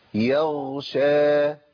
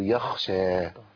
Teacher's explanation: مخرج واحد على سبيل التقريب لقرب المخرج وبيختلفوا في صفة واحدة الغين ما فيهاش نفس يغشى الخاء فيها نفس